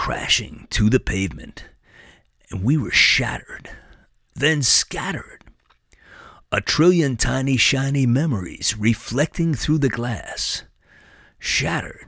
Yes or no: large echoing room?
no